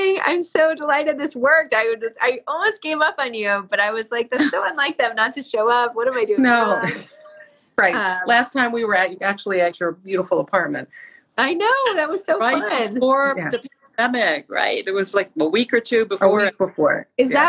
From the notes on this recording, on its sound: for an Instagram Live